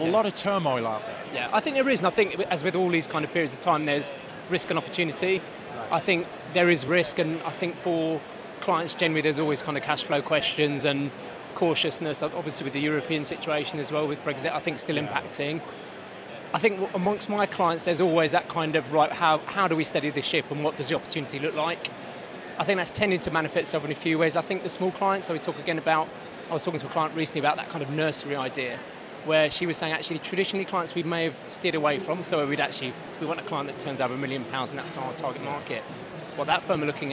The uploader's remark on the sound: Event Special - Accountex 2023 Live Interviews.